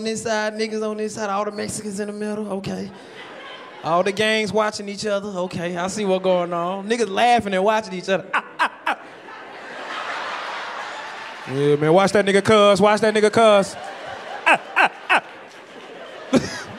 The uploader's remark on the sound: The 85 South Show hit the west coast for live comedy shows in Long Beach and San Diego.